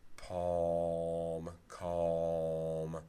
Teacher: So I can imagine folks in Iowa saying calm, that is to say, no tongue tip raising for the L, but maybe the velarization part of the L is adding to a sort of a rounded, backish quality